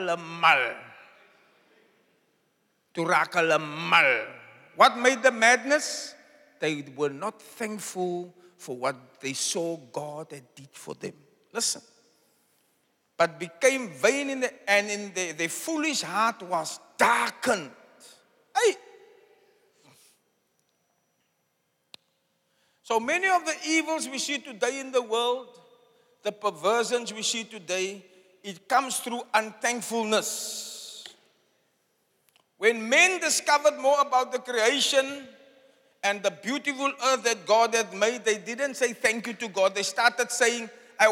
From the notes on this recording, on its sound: Preached at Zion Sanctuary, Cape Town